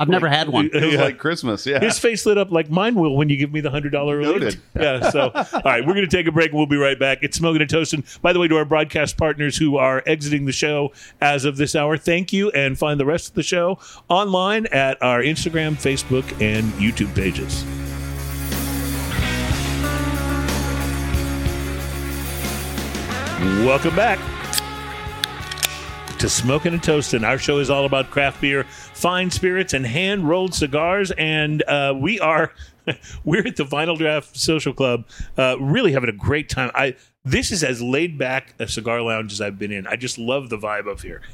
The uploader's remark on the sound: We Are On Location at the Vinyl Draught Social Club, Keemah, TX